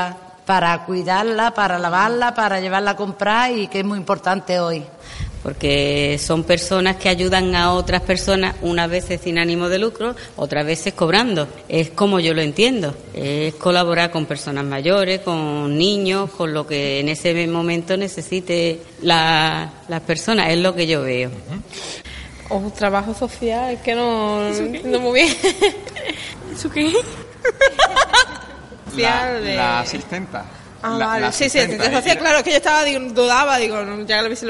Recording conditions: large echoing room